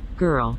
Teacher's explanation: what you can hear here is that the R in girl is very much pronounced.